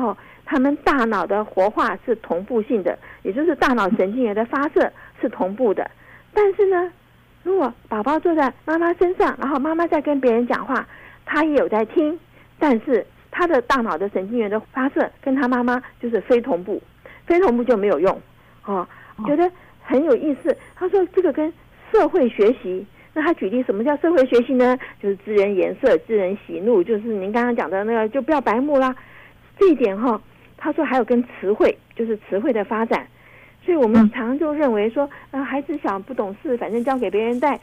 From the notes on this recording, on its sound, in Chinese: 因疫情關係，本集節目採電話連線收音，聲音品質請大家包涵。